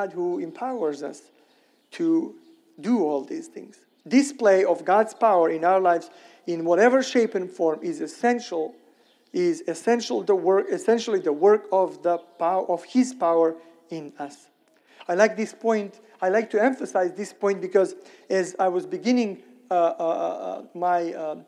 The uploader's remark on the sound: Sermon recorded at Middle East University church.